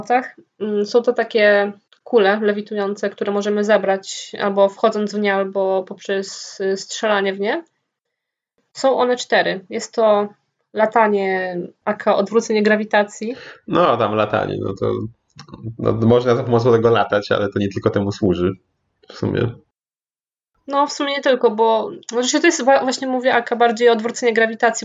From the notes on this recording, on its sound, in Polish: Niestety nie udało się nam jeszcze podnieść jakości audio